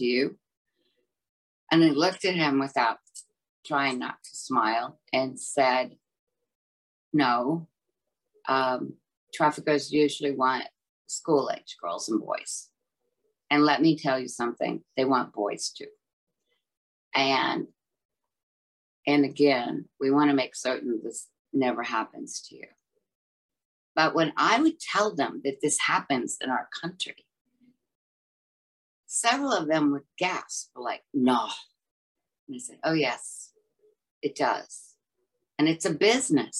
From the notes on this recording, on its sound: In a conversation recorded last month over Zoom.